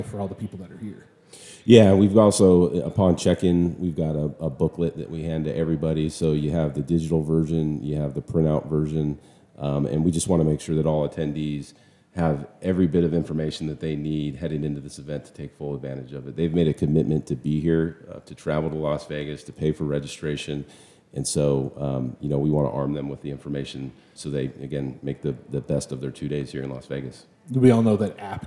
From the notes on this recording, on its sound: Live from Caesar's Palace in Las Vegas.